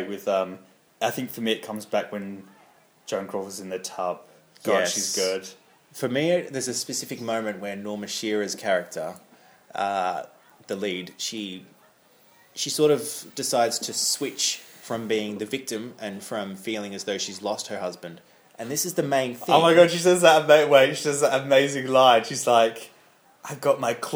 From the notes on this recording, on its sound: Live from The Blue Dahlia nightclub in downtown Hollywood